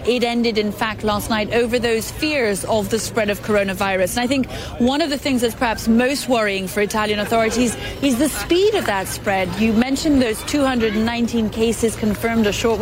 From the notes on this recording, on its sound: live from the New York Stock Exchange